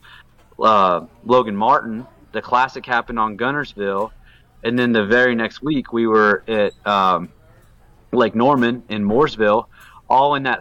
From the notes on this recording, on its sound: Coming to you Live and Unfiltered from Maloney's Pub. Coming to you Live and Unfiltered from Maloney's Pub.